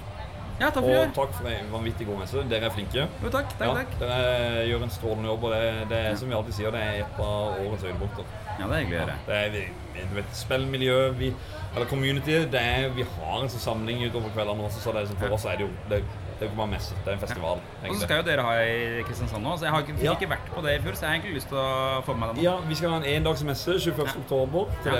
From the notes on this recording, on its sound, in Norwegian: Tilbake til hvalfangerbyen Sandefjord for å delta på Retromessa! Zoom mikrofonen er pakket med som vanlig og vi snakker med alt fra gjester, utstillere, arrangører og mye mer.